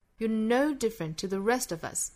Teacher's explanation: Rest 这个词重读，其他都弱读了